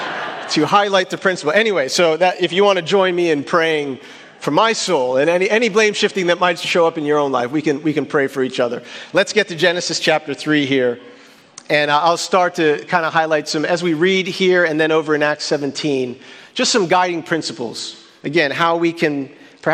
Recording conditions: large echoing room